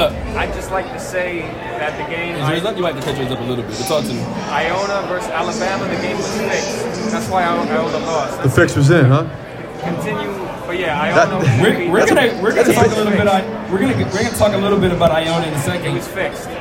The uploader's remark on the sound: A live show from the stage in the middle of the Superbook at the Westgate Las Vegas Resort and Casino.